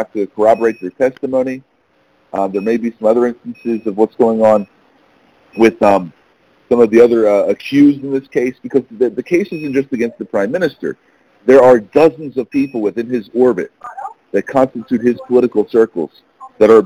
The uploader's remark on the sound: briefed the Middle East Forum in a conference call on April 3, 2018.